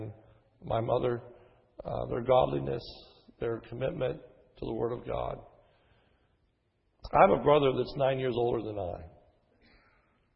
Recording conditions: large echoing room